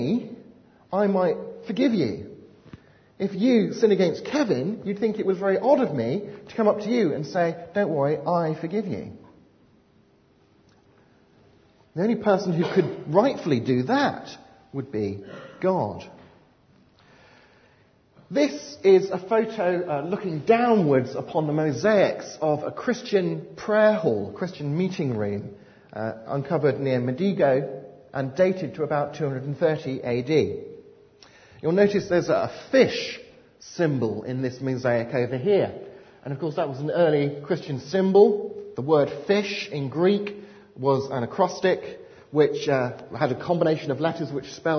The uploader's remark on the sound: delivered at Highfields Church Cardiff, 14th November 2010